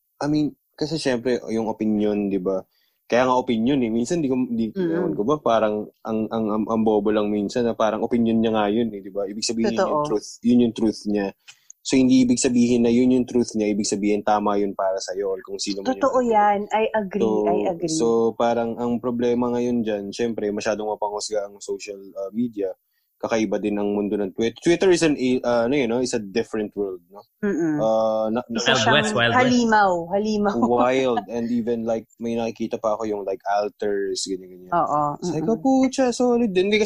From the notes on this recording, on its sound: We sit down (virtually of course). We're still working on getting our audio crystal clear in this new normal internet interview so please forgive us if sometimes our audio isn't as clear as you're used to on our regular mixes.